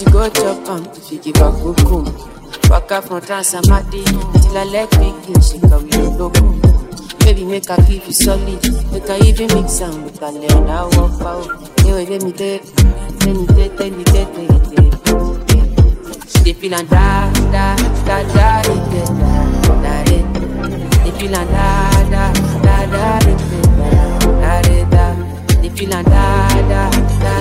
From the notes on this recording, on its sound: LIVE AUDIO RECORDING DJ SET